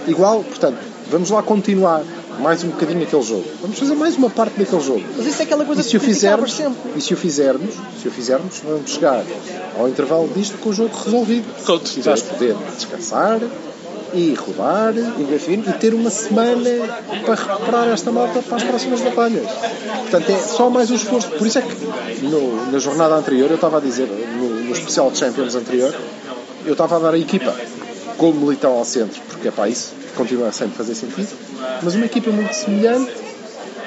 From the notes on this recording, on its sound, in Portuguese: Viram a vitória do FC Porto ao vivo no Marcolino de Castro. Gravado ao longo de um Domingo bem passado, com tremendo vernáculo, bom ambiente no estádio, holofotes fundidos.